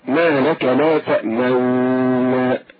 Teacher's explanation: فالإشمام هكذا: ما لك لا تأمنا، بإخراج جزء من الغنة من الشفتين مع الخشوم